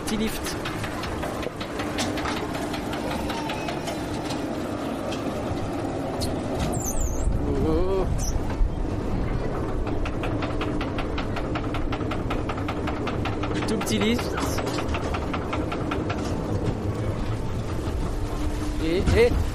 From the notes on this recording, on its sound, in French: Reportage DEPUIS le Jardin d'Acclimatation, découverte du parc DANS Paris !